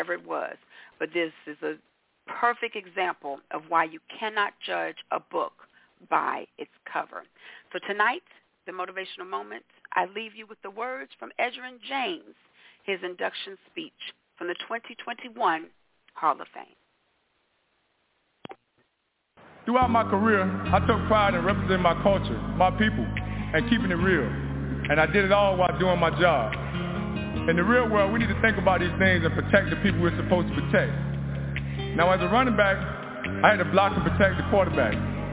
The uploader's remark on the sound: your phone calls